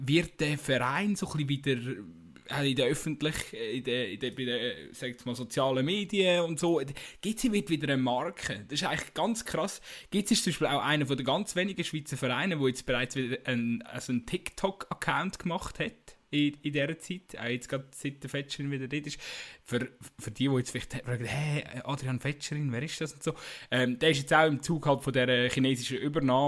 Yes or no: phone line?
no